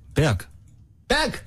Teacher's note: Man darf ja im Englisch, wenn man Englisch spricht, darf man ja das G hinten nicht wie K aussprechen. Im Deutschen würde man das ja wie K aussprechen.